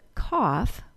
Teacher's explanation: which has the same vowel sound as thought, but with an added F sound